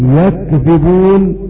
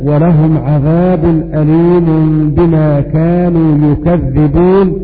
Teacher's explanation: والمعنى في قوله تعالى: ولهم عذاب أليم بما كانوا يكذبون، قرأ هكذا الكوفيون يكذبون بياء مفتوحة وكاف ساكنة وتخفيف الذال · Shown in: first take · يكذبون من الفعل الثلاثي كذب، وقرأ باقي القراء بضم الياء وتشديد الذال ولهم عذاب أليم بما كانوا يكذبون من الفعل كذب.